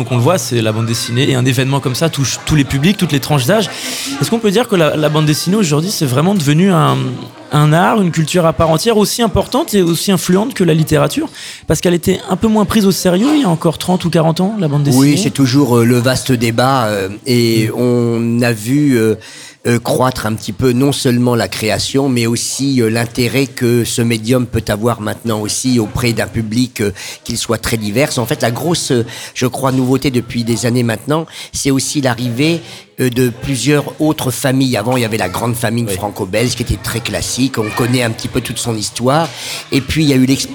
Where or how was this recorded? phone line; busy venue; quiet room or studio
busy venue